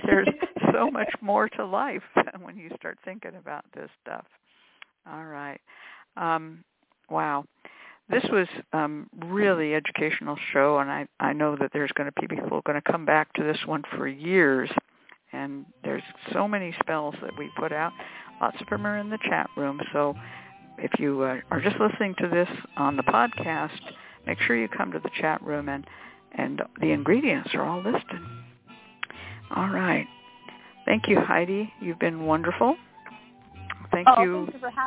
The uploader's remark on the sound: a real, live call-in show